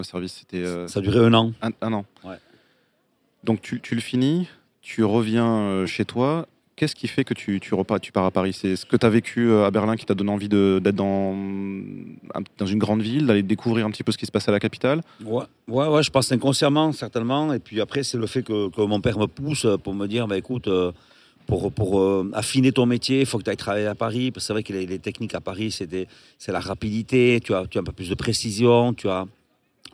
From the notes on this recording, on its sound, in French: enregistré à la terrasse du Petit Suisse, sous le soleil de St Jean de Luz